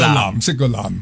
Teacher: 咁呢就变咗佢个发音系统呢就冇咗 N 起音嘅